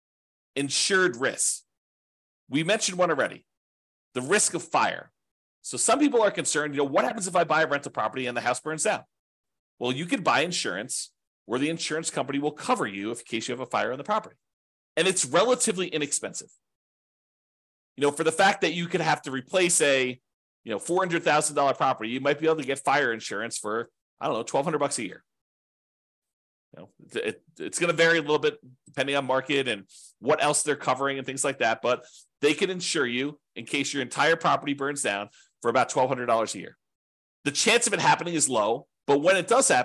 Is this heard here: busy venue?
no